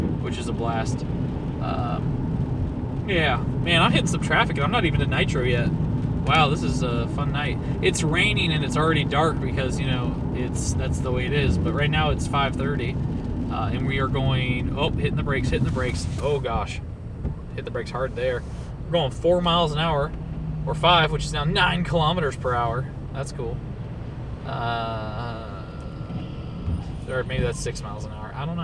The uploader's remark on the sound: Thoughts from the Car